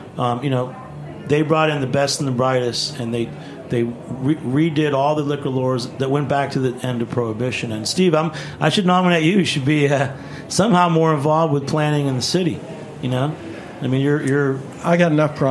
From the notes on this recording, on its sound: This week we’re recording a very special live show